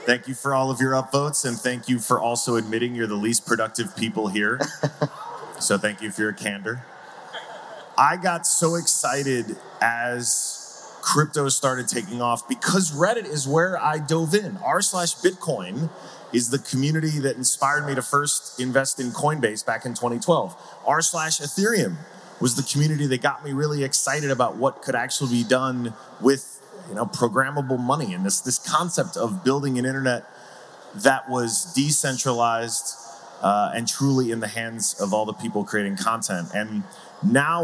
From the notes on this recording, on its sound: Live from Breakpoint 2021